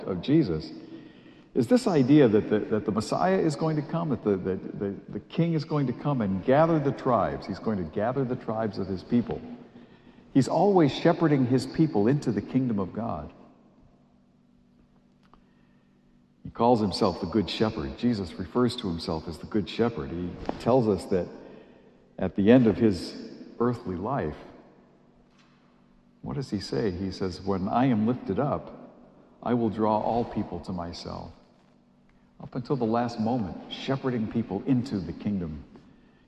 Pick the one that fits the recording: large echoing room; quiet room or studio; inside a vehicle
large echoing room